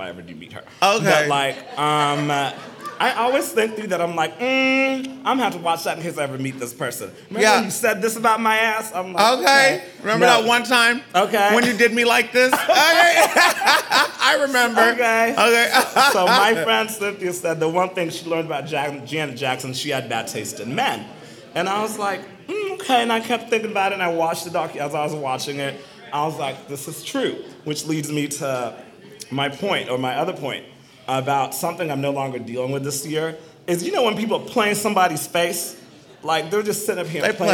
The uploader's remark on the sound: recording a live episode with a dynamic crowd at Tulips in Fort Worth